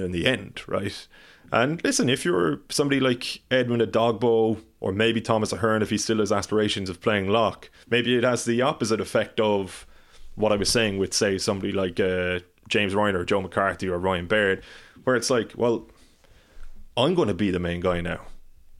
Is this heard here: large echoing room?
no